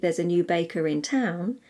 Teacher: if I were to say there's a new baker in town, well, then I would pronounce the R · Term: linking R